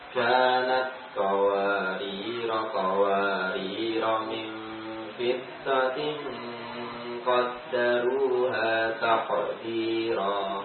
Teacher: ketika disambung, ya, maka alifnya tidak kita baca panjang lagi. Ketika wasal, kita baca pendek, ya.